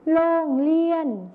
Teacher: ในภาษาไทยมาตรฐานนะครับจะใช้รอเรือนั่นเองส่วนในภาษาถิ่นอีสานจะใช้รอลิงนั่นเองครับ